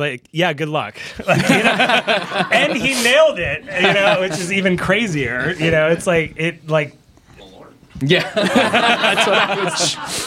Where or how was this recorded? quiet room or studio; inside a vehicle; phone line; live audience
live audience